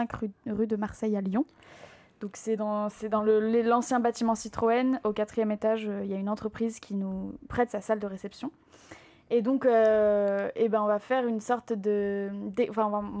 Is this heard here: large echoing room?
no